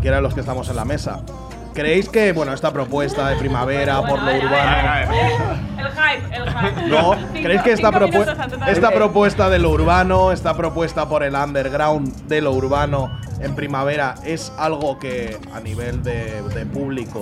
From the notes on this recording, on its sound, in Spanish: Capítulo especial dentro del festival Primavera Sound.